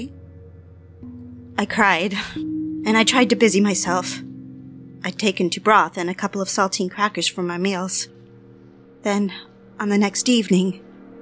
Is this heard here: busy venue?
no